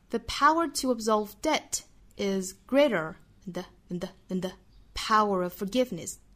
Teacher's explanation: the 后面的 to 包括 is, than, the, of 这些虚词都要做弱读。所以我们读的时候尽量的轻短快